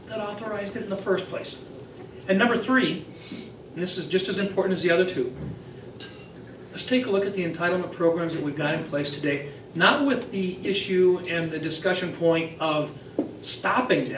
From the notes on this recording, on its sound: WASHINGTON, DC. Appeared before a luncheon meeting of The Ripon Society.